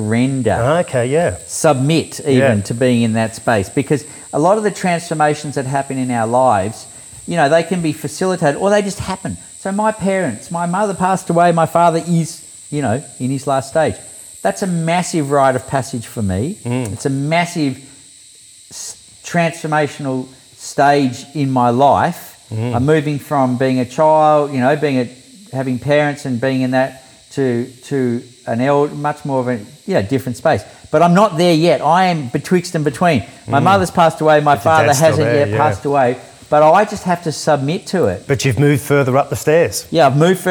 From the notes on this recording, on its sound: I visited him at his home in the Byron Hinterland out near Mullumbimby. Dropped in the middle of nature, you will hear the sounds of the wildlife in the background of our conversation.